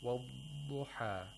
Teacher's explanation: Okay, so either way that you pronounce the dhad, like a dal with tafkhim, or with the correct way from the original place of articulation of dhad, we have to hear a lengthening of the dhad